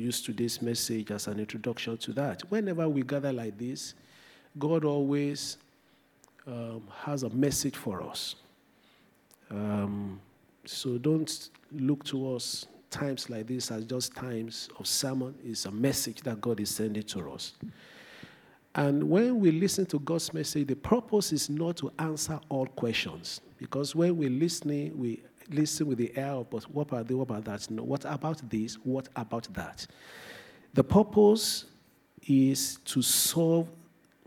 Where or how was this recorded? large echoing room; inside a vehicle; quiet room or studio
large echoing room